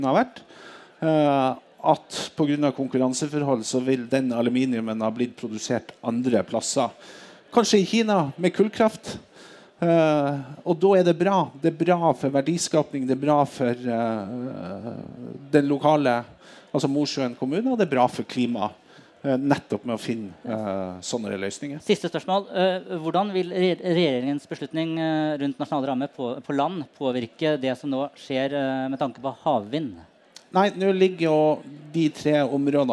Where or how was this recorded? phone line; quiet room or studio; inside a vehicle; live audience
live audience